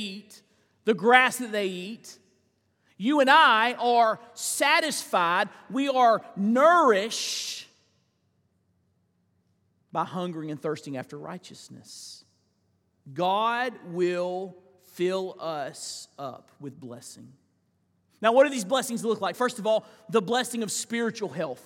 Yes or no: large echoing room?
yes